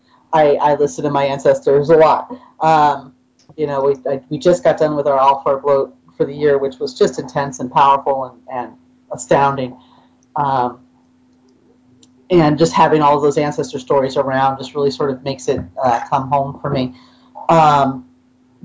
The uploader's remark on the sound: Troth Skype Moot. We managed to stuff almost 10 people into a single audio chat room to talk about the Ancestors.